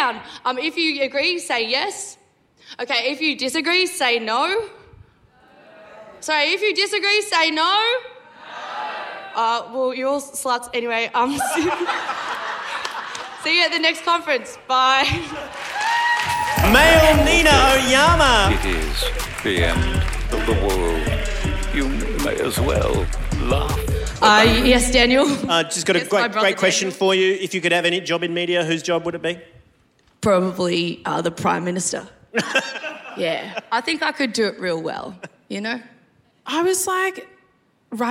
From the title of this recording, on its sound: LIVE AT THE WOMEN IN MEDIA CONFERENCE